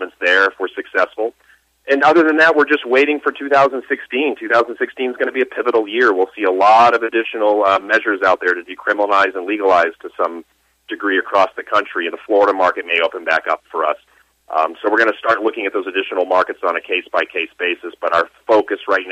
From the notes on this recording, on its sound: called in to SmallCapVoice